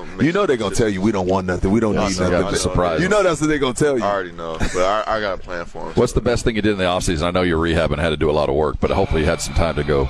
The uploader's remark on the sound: Live from Dallas Cowboys Training Camp. Live from Dallas Cowboys Training Camp.